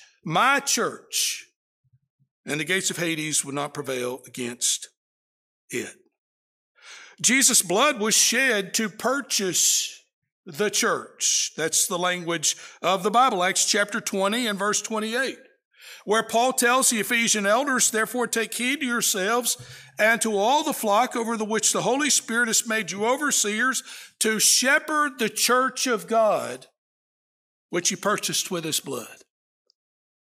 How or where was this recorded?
large echoing room